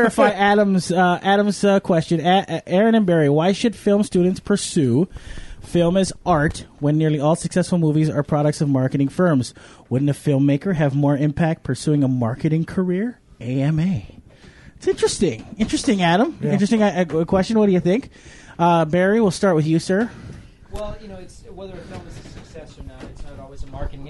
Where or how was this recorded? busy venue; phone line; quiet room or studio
busy venue